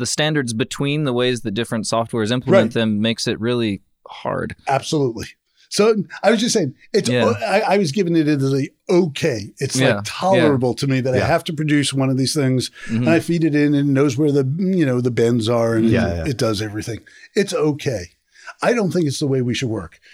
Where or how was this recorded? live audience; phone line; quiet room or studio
quiet room or studio